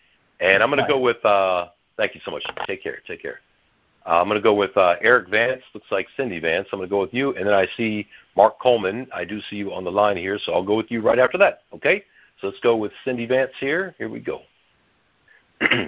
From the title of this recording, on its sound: Gold Club Q&A Call